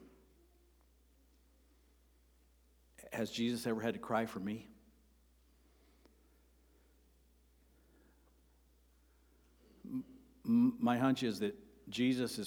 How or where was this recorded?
large echoing room